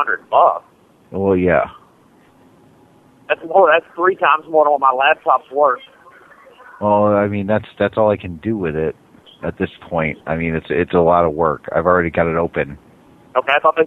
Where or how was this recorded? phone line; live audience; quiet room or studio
phone line